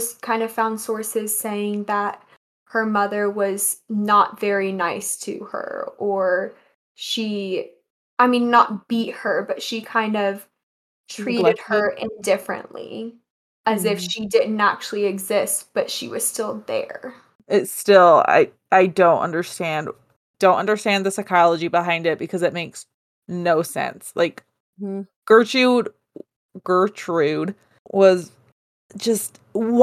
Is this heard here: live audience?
no